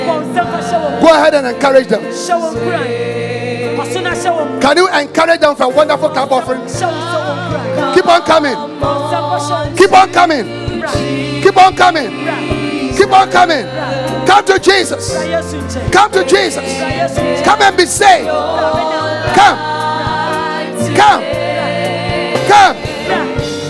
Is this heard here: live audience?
yes